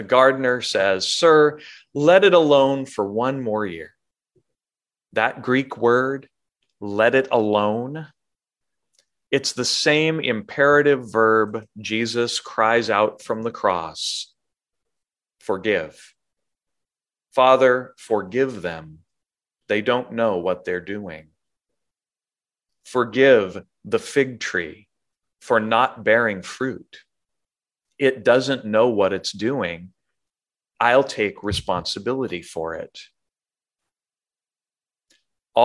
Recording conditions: large echoing room